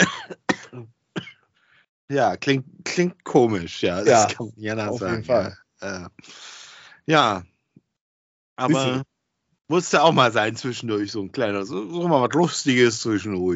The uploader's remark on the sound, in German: Aufgezeichnet am 07.04.2022 via Skype.